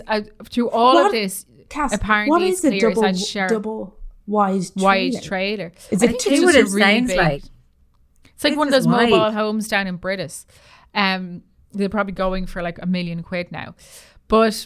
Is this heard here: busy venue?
no